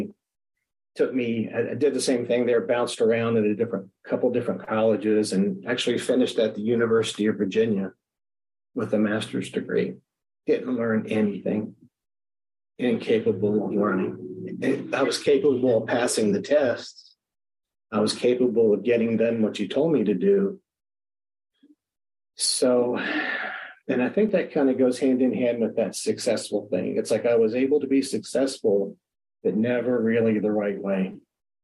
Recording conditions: video call